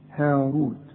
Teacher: الراء مضمومة وكل راء مضمومة مفخمة